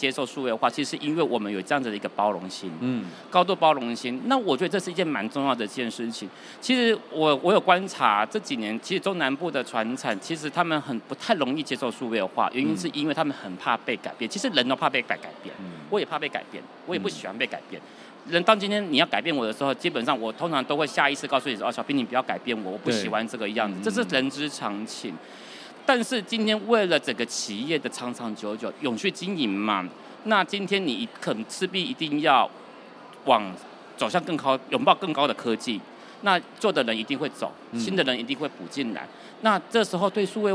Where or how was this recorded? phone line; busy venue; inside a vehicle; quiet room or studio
busy venue